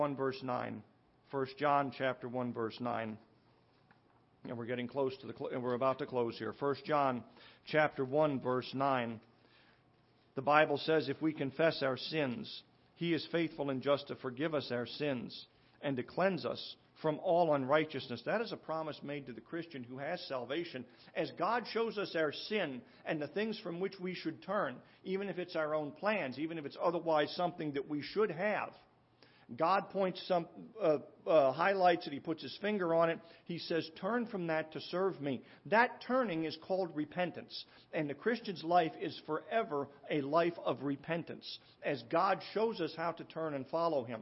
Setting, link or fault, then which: setting, large echoing room